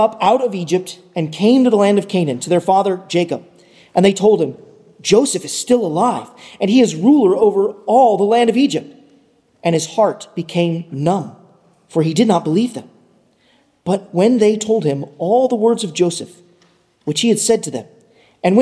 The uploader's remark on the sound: at Arlington Baptist Church in Arlington, Virginia